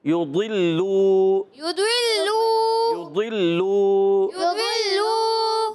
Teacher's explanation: لام مشدد ذرا رک کر ادا کریں گے